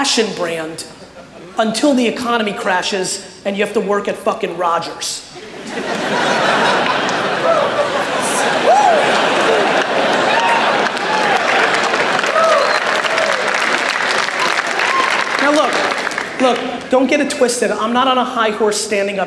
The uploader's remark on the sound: A Keynote: Haste And Hustle Toronto 2018